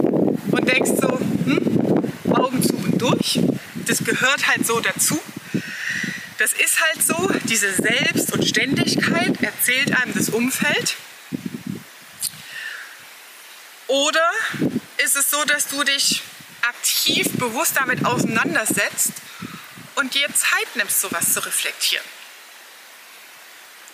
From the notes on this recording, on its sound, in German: Diese Folge habe ich dir mitten in der Wüste aufgenommen. Es war sehr windig, was die Soundqualität beeinträchtigt.